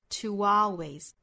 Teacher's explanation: To 跟 always 也是可以连读的。那连读的话要带出这个小的半元音 toalways。当然我们也可以选择用 glottal stop 的方式，就是 to 和 always 之间不做连读了，声音断开一下 to always.